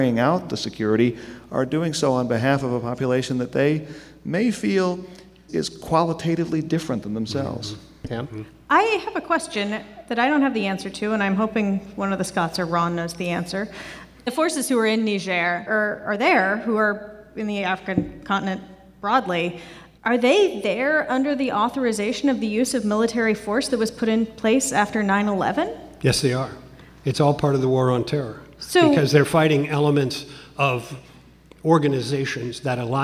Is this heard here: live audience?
yes